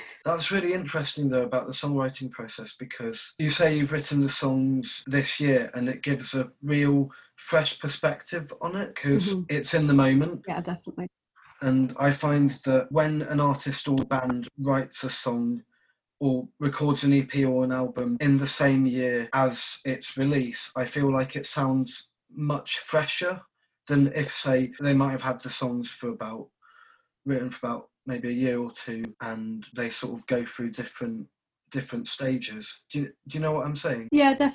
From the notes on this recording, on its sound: We recorded the conversation over Zoom